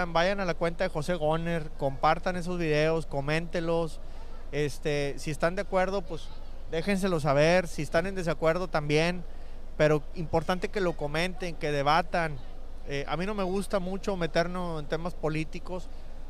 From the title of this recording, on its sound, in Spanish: Live desde expo en Kentucky